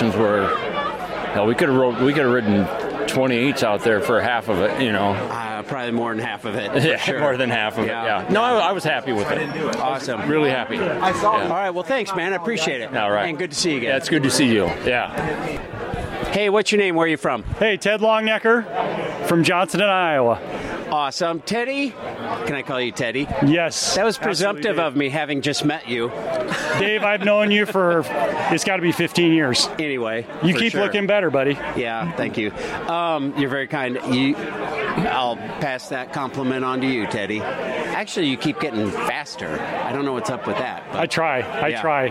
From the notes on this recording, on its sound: CIRREM (a 16-year-old 64-mile hilly gravel race in the south central Iowa town of Cumming the final Saturday in February). Microphone came out after the race and we talked to people.